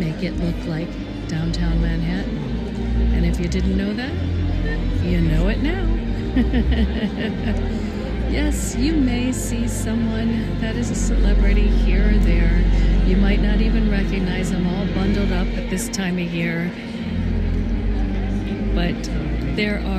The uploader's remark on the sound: On Location Walk and Talk. Mindfulness Tour: Radio City Music Hall, NYC, New York, USA.